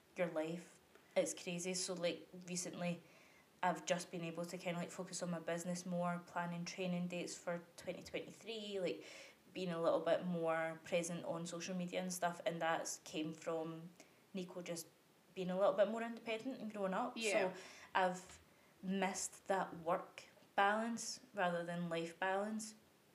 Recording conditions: uneven or low level